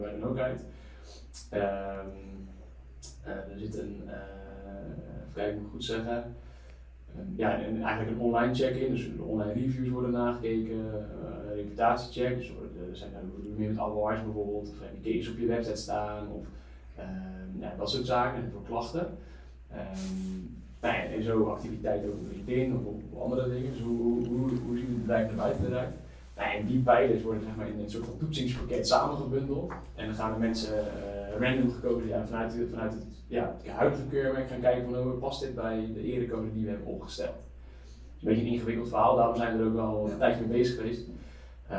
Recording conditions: poor sound quality